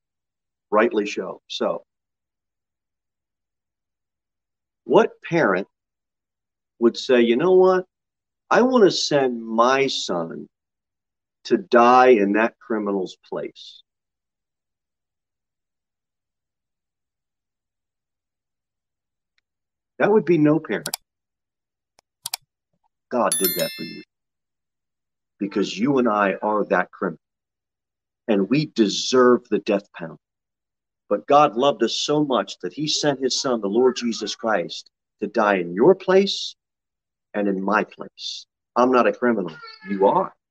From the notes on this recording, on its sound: Sermon delivered at Pilgrim Baptist Church on Thursday, July 21, 2022 at 6:15 pm. Jere Whitson Rd.